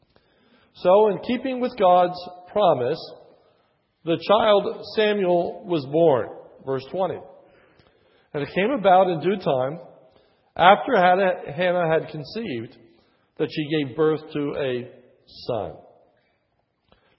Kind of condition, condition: setting, large echoing room